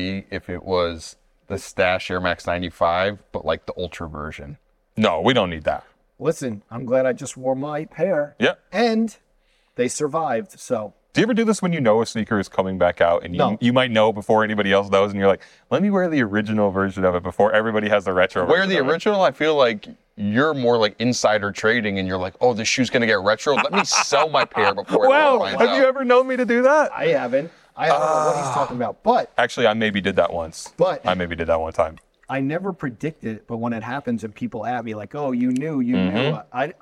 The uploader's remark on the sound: This episode was recorded at ComplexCon a few weeks back